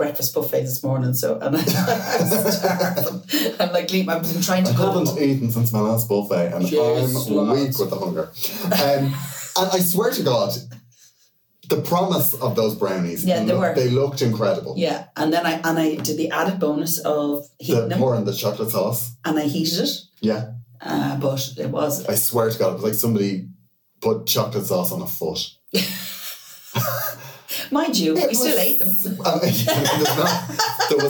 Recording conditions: poor microphone